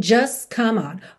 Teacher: como acontece frequentemente, você não ouve o som do T